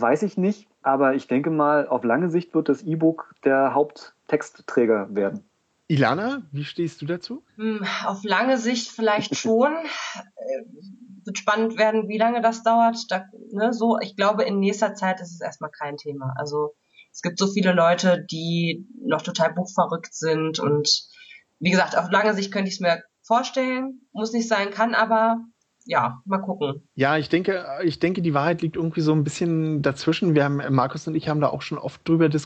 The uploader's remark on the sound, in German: Entschuldigt bitte, dass die Tonqualität leider nicht auf dem üblichen Niveau ist, da die Diskussion via Skype geführt und aufgenommen wurde.